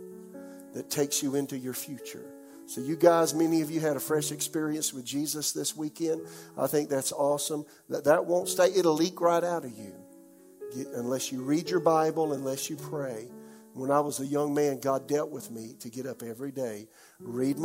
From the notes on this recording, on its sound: This message was delivered during the 11 AM service.